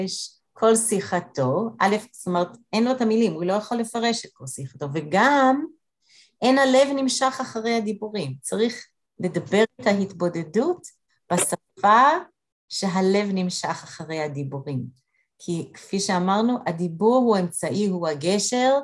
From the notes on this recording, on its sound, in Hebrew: הקלטת מפגש זום של חבורת לימוד ועבודת ה' של נשים מאריאל והסביבה, במסגרת בית המדרש מתן שומרון.